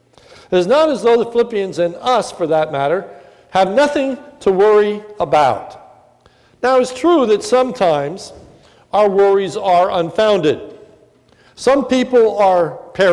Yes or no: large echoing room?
yes